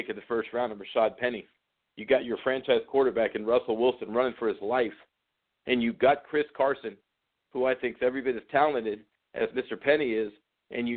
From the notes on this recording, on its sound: Tonight, opening the phone lines for the first time!